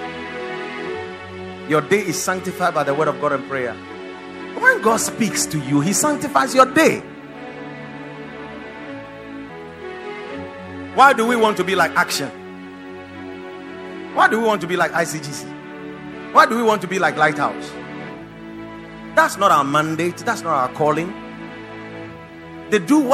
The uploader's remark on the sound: Preached at the Watered Garden Church